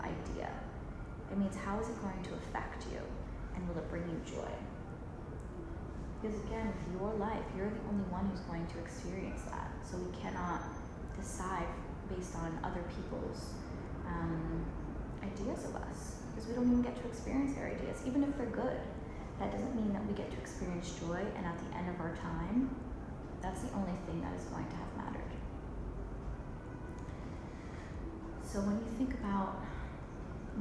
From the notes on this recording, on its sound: Join in on our live class recording of the "Happiness Hour" series.